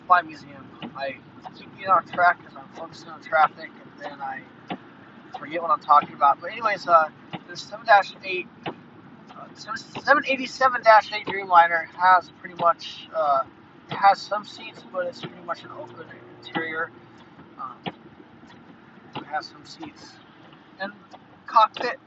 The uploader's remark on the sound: Here’s a “live” trip report recorded while I was driving to The Museum of Flight in Seattle.